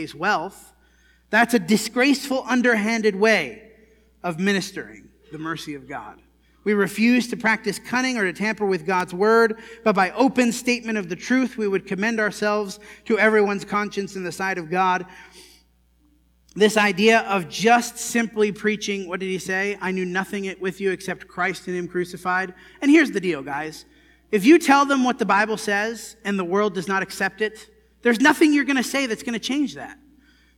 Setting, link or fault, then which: setting, large echoing room